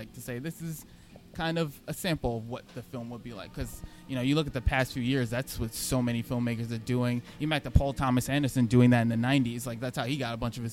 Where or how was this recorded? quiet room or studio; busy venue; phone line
busy venue